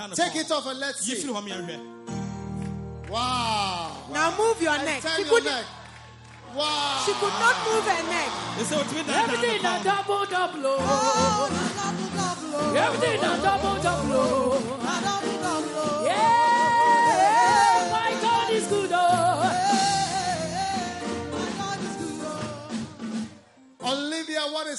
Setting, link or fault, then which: setting, live audience